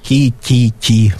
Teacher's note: Сочетание «ки» вот мы произносим так, что «к» сдвигается вперед, полатализуется, как говорят лингвисты.